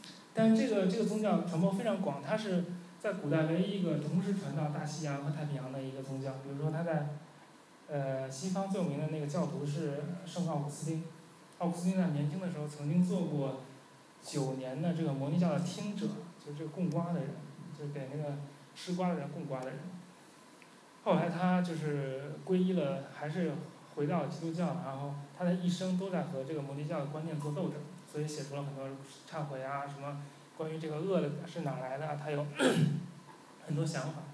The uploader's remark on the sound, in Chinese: 10月11日大象沙龙第二期的录音